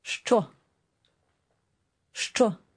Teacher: The first word begins with a sound which we don't have in English. This sound is a combination of sh and ch sounds. And while there is not a single letter in English that corresponds to this sound, if you say the words push and choose very quickly together, you can hear and make this sound.